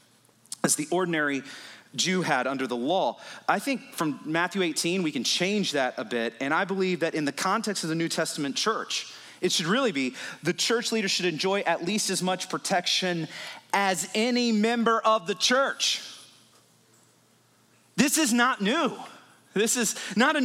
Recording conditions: large echoing room